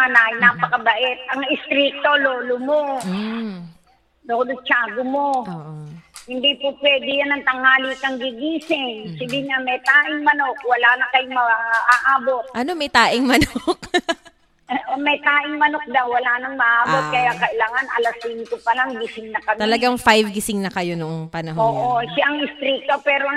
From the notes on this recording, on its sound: we try out the mix-minus feature of our recorder by giving a call or facetime to the moms in our life